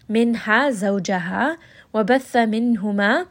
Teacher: noon is going to have tawassut, so we're just going to rest on this noon. We're not going to have any of that bouncing, and we're not going to go over it too fast.